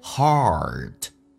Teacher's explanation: heart 在美式发音当中需要重度卷舌来体验一下，嘴巴打开一些，整个舌身往回卷到极限